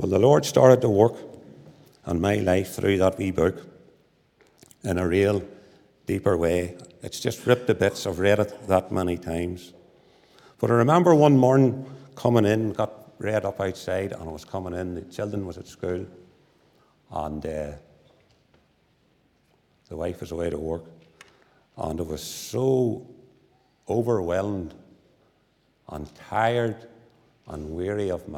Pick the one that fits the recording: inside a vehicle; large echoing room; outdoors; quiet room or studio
large echoing room